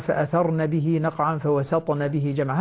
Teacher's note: نون النسوة تكون مفتوحة دون مد. فأثرنا به نقعا، فوسطنا به جمعا، هكذا.